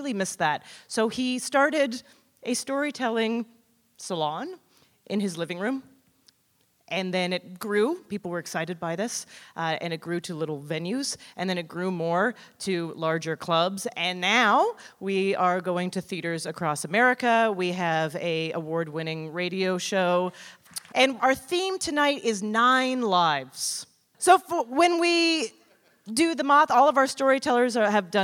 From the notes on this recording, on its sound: The Moth Live in Austin, TX